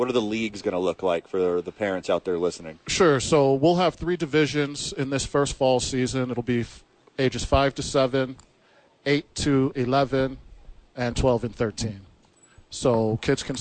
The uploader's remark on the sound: live from the YMCA